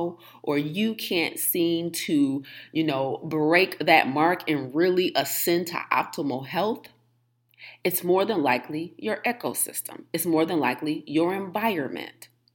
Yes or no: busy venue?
no